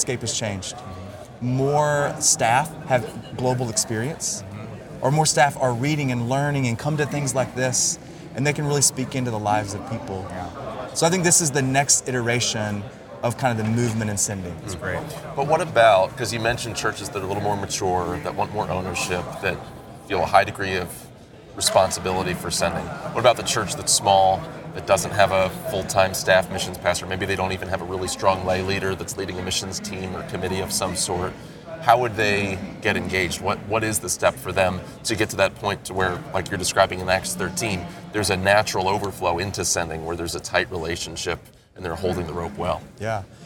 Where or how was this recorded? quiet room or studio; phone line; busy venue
busy venue